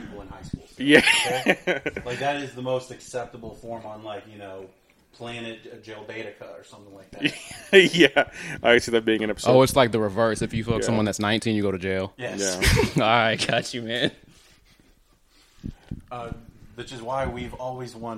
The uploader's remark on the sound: My mic didn't work, and there were too many people in the room.